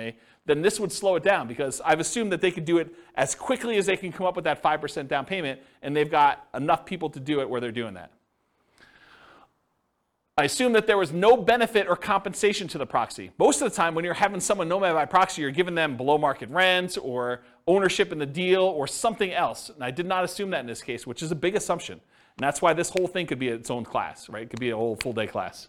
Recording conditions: live audience